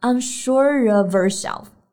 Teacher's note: of 它末尾的发音其实并不是 f，而是一个 v，所以呢，可以和后面的 herself 进行一个连读